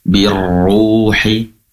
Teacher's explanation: birruhi, tebalnya juga untuk roh yang berharakat dhammah perlu mengangkat kembali pangkal lidah ke atas